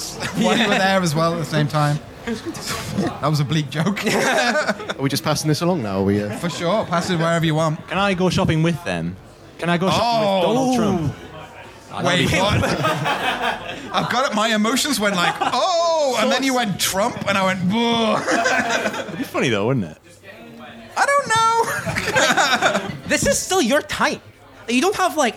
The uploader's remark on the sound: Live from The Station House. This is our first-ever live show! In front of an audience of real humans.